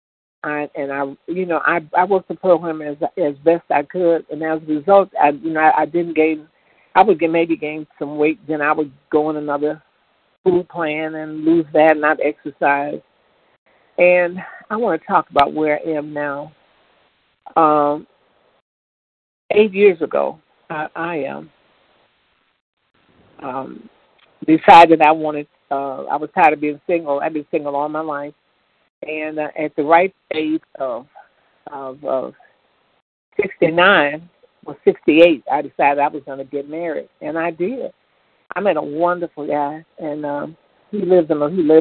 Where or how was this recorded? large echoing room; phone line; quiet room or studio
phone line